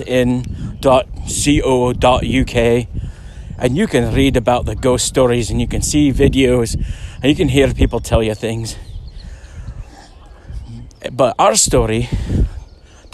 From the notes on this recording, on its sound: A ghost story recorded on a hike through FW Kent Park.